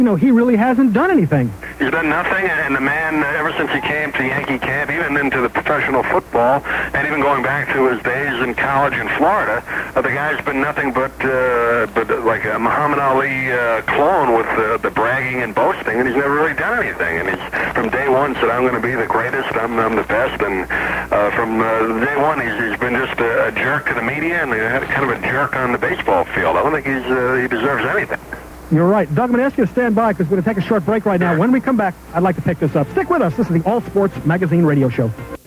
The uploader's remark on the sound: A couple of call ins. On the “Sun Radio Network” (Tampa, FL).